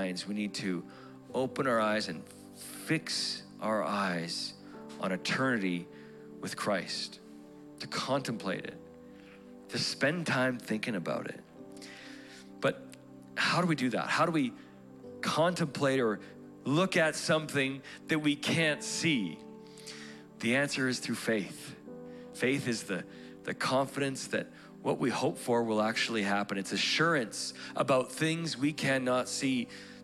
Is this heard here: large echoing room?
yes